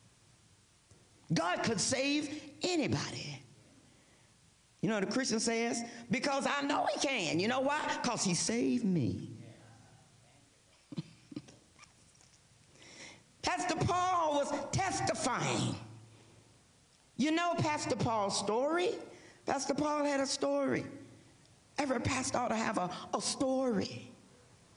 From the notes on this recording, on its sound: First United Methodist Church of Pacoima for a special recorded live service on June 25, 2023. We are located at 12550 Van Nuys Blvd.